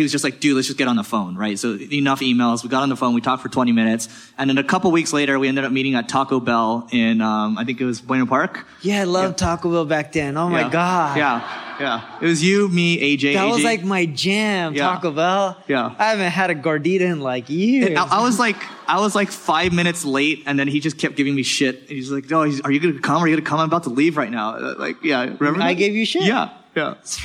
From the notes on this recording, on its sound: We present a segment of the Q & A from our Marketing School Live event. Tune in to hear some insightful questions from the conference attendees.